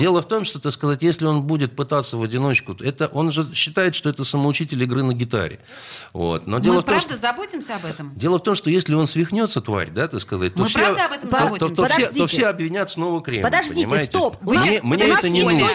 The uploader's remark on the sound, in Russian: По телефону.